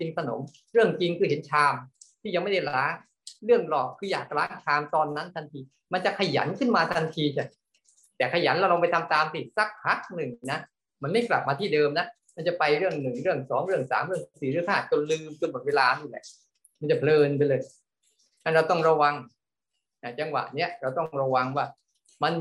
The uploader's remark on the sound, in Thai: คอร์สออนไลน์ (ผ่านโปรแกรม Zoom)